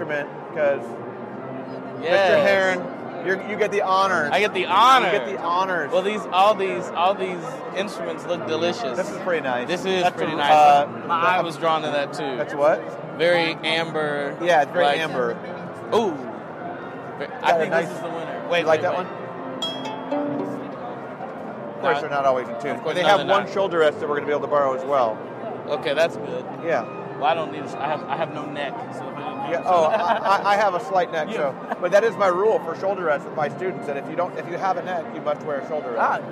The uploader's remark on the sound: From the 2022 Midwest Clinic. It contains a few short interviews with these educators.